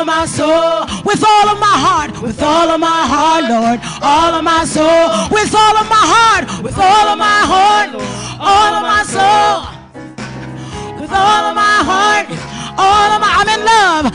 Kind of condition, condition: setting, large echoing room